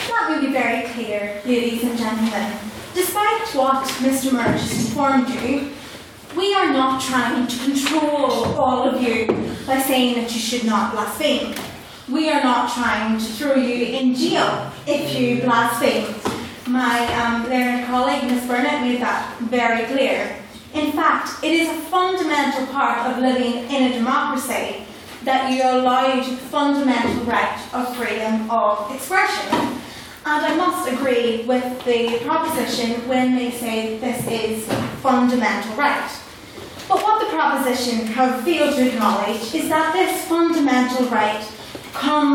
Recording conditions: live audience